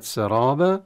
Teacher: والراء المفتوحة مع الألف حكمها التفخيم في كلمة سرابة، والباء منونة بتنوين مفتوح نقف عليها بالألف كما الرسم، والحال مرسومة بالألف، والمد مد عوض ويمد بمقدار المد الطبيعي عند الوقف فقط.